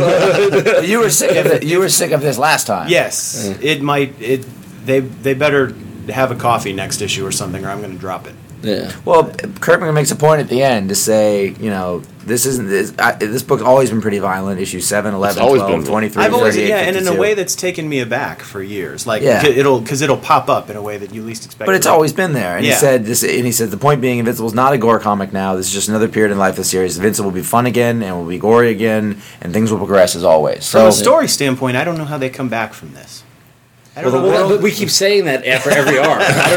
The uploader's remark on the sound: we record from the San Diego Comic Con